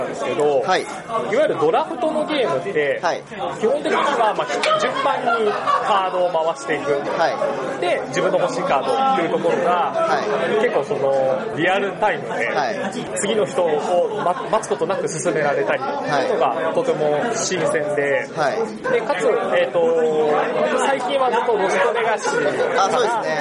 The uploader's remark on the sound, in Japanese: 本収録はイエローサブマリン秋葉原RPGショップで開催された『第22回 アナログゲーム体験会』において行いました。音量注意！ 環境音が大きいのでご注意ください。本収録はイエローサブマリン秋葉原RPGショップで開催された『第22回 アナログゲーム体験会』において行いました。